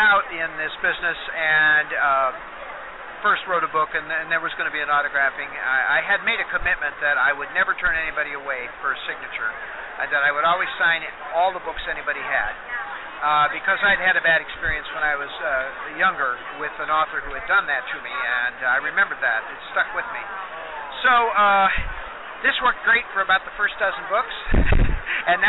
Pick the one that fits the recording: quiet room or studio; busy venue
busy venue